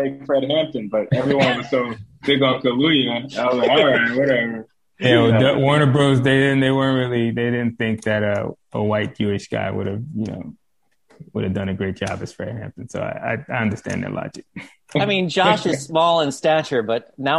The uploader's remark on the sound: joined me over Zoom